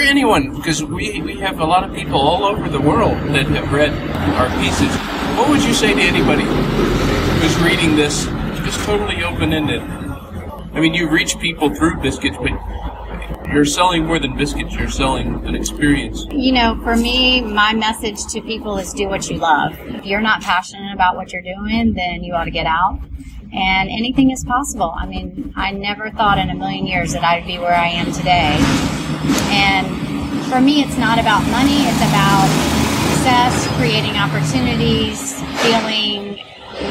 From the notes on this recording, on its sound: Interview recorded on the noisy street of Charleston, South Carolina.